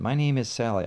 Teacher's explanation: A little breathy, a little sexy